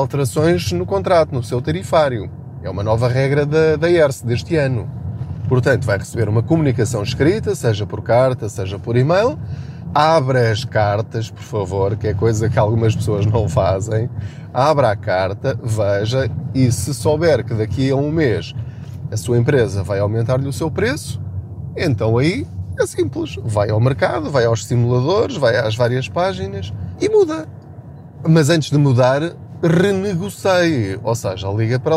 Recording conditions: inside a vehicle